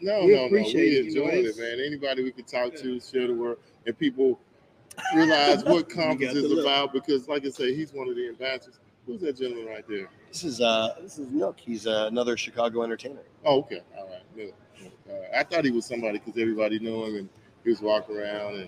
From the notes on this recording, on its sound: Live at Marquee Show 2023